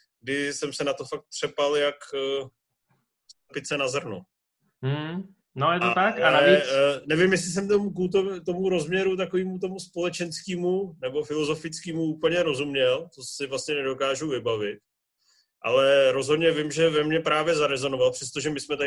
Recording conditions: video call